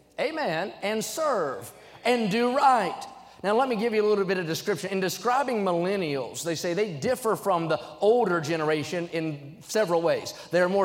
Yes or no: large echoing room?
yes